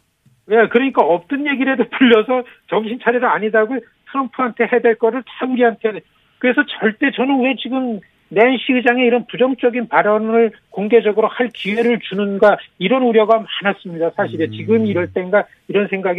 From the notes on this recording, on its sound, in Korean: 전화연결